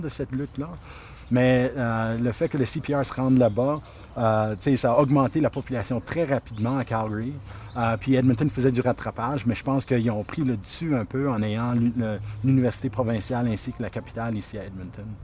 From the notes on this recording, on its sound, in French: Parcourent le « Vieux Strathcona », zone historique de l’ancienne ville du même nom, amalgamée à Edmonton en 1912. Autour d’un café à la brûlerie Ace Coffee Roasters (10055-80 ave). L’équipe se rend ensuite où tout a commencé, au coin de l’avenue Whyte et de la 103ème rue, emplacement des première et deuxième gares de train ainsi que du mythique Strathcona Hotel.